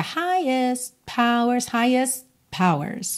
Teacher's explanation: Percebe também que a gente não dá ênfase pro T final de highest, né?